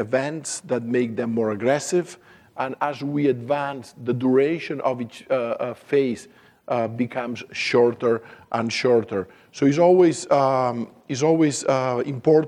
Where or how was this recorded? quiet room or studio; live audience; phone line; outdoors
live audience